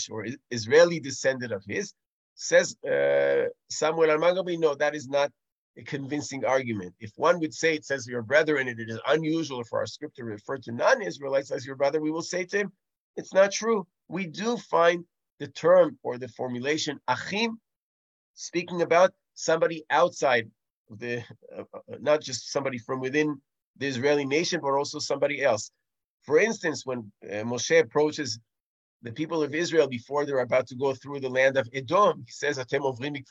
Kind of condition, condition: link, video call